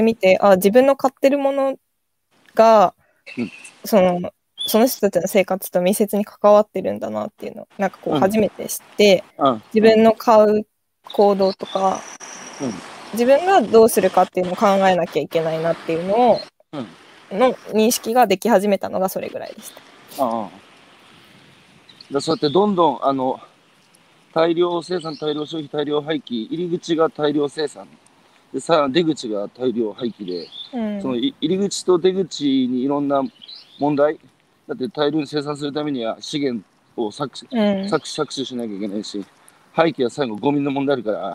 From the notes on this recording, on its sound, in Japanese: 歩きながら1時間、対談する。